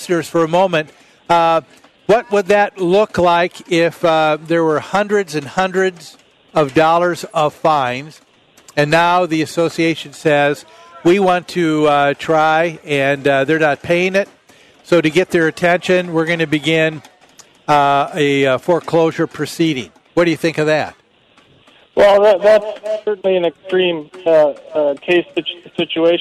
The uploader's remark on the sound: Live at the MN State Fair